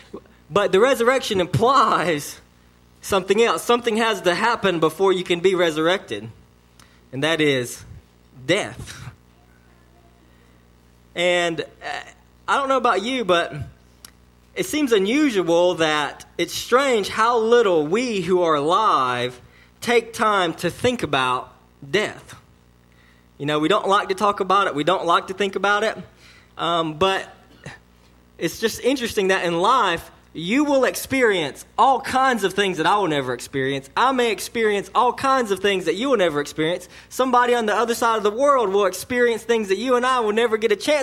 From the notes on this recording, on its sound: sermon delivered to Cottondale Baptist Church on Easter Sunday, 4/21/19 AM.